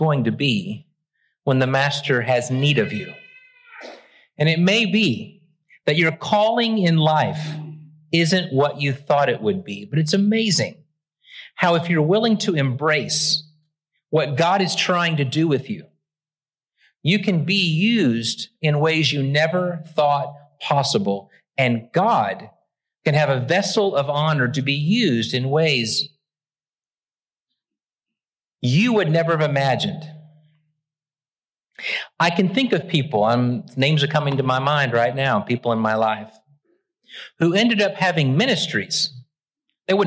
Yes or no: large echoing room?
yes